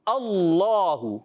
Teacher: اس حمزہ پر زبر ہے، اس وجہ سے لام، اللہ پاک کا لام موٹا پڑھیں گے